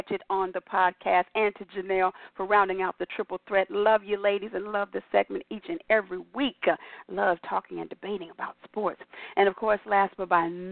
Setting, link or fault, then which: link, phone line